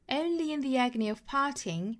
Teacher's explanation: of 后面这个 agony 和 of 做连读其实又是元音加元音的连读啊这里面又是有一个 ye 的加音 agony ye 虽然这句话的前半句啊有好多元音加元音连读这个 only in 一处 the agony 两处 Agony of 三处、啊、所以说三处元音加元音连读这三处呢它恰巧都是加半元音